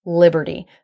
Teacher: For the flap T, the tongue just bounces against the roof of the mouth once. This is similar to the D sound in American English.